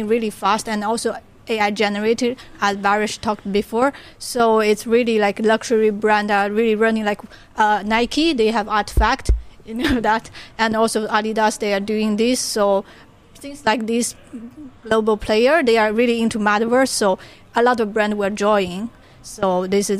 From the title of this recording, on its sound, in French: En direct du Metaverse Entertainment World Summit (MEWS) Monaco